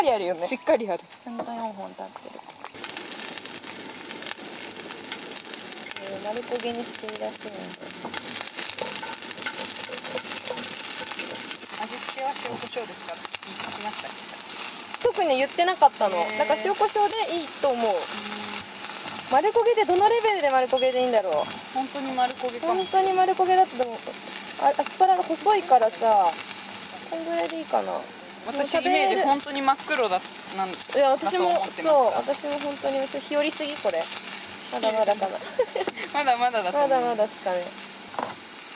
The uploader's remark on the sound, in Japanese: Made in ARITA でデイキャンプ！〜当日編〜